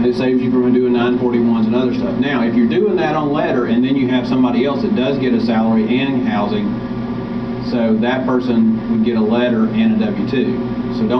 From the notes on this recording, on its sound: Jonesboro Breakout Session 3. Some audio quality issues.